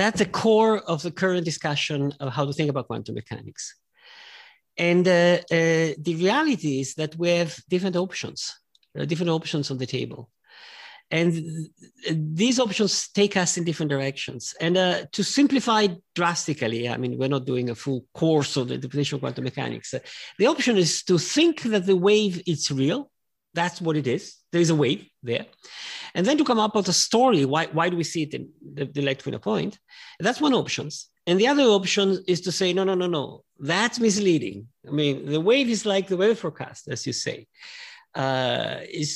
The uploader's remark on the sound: This talk was recorded at 5x15 online in April 2021.